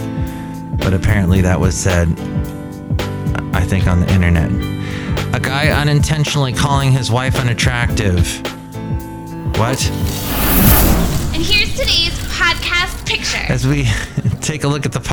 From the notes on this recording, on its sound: Podcasts live from Cafe Anyway.